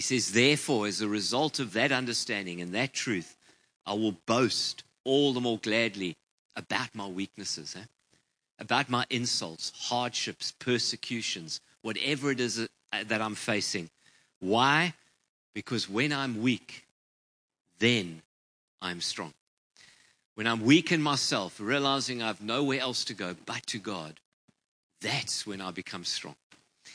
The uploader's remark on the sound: Preached on 19/11/23 at Ngaruawahia